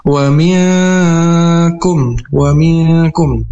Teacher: ini hukumnya ikhfa hakiki, dibaca samar dan berdengung dua harokat.